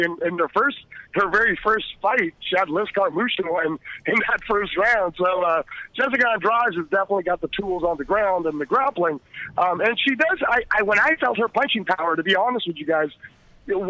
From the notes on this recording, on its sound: calls into the show